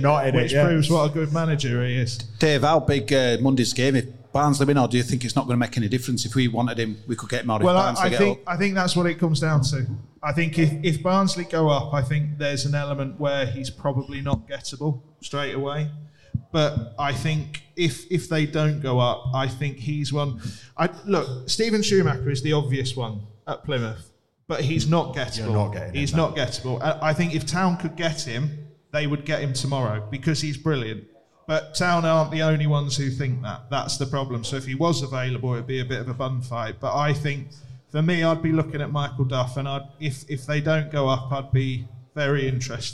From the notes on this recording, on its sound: LIVE at Magic Rock! We're live in front of an audience.